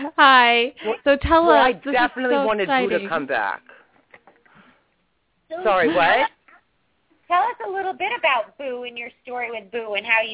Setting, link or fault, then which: link, phone line